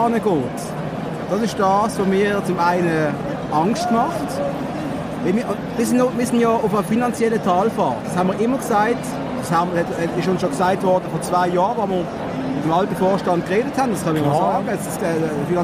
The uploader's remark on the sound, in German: Diese Folge wurde aufgenommen in der gut besuchten Markthalle in Basel. Und, smart wie wir sind, haben wir den wohl lautesten Tisch im Zentrum des Geschehens ausgesucht. Trotz der Geräuschkulisse.